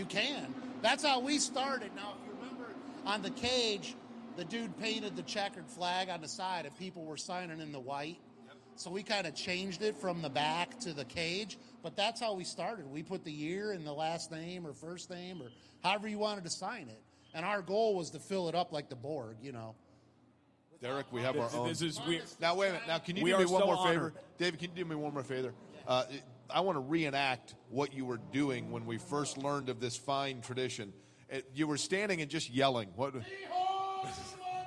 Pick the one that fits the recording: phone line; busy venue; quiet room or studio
busy venue